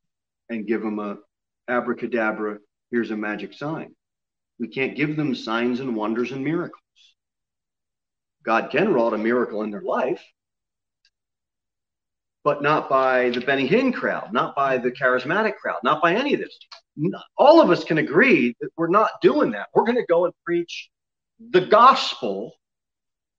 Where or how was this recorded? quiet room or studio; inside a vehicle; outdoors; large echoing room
large echoing room